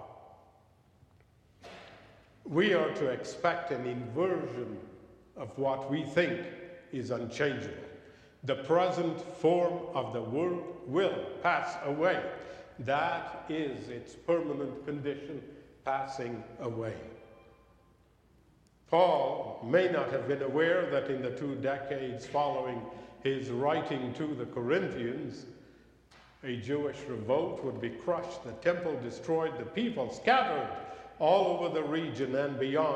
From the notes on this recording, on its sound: recorded live at the 10:00am service on Sunday, January 21, 2024